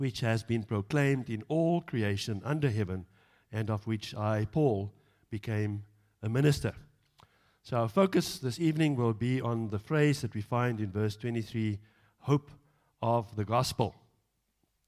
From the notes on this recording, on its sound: Evening Worship Service - 10 July 2022